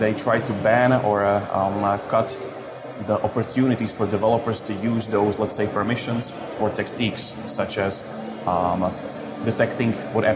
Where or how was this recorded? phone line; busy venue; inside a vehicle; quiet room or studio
busy venue